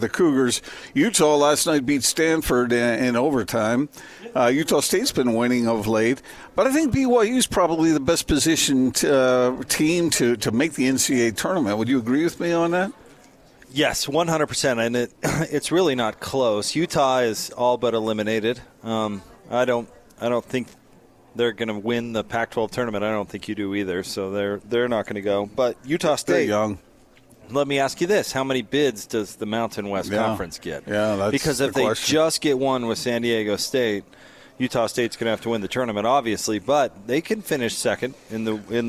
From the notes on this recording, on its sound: LIVE at LHM Sandy